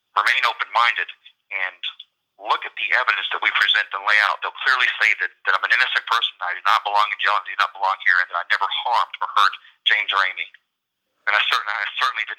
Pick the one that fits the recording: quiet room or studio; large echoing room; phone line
phone line